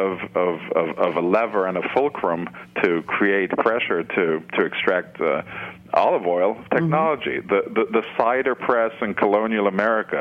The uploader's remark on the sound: joined via phone